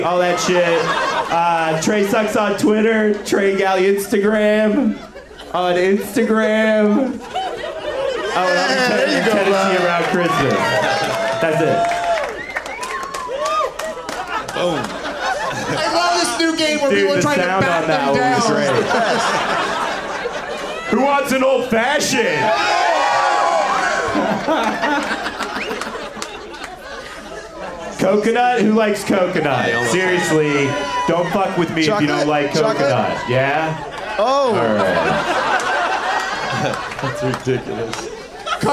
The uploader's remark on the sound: Live from The Punch Line in Sacramento